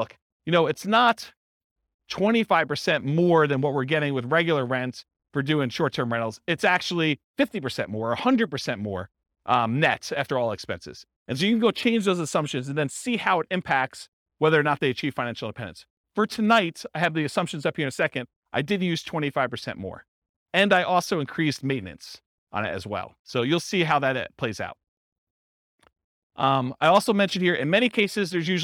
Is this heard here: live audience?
yes